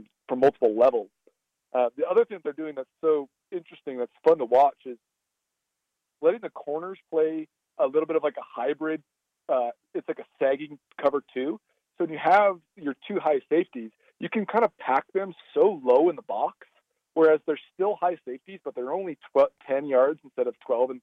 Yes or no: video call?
no